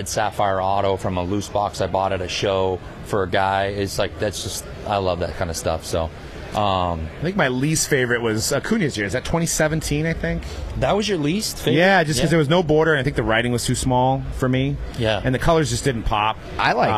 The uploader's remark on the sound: LIVE from the Burbank Card Show. From the Burbank Card Show in Anaheim. On the Hobbzi stage.